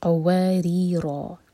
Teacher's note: را کے نیچے کسرہ تو را باریک، را پر فتح تو را ہیوی